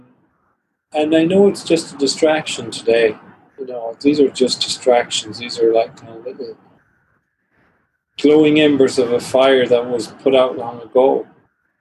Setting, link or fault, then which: link, video call